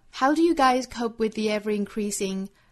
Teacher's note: ever 和 increasing 的连接其实是由一个小的 intrusive r 来连接的